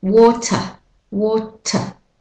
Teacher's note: for the British American, the ER becomes replaced with the schwa vowel · Term: the schwa sound